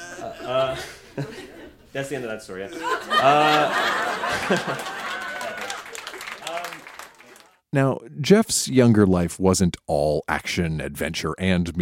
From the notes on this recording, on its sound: Recorded live at La Vitrola in Montreal, QC.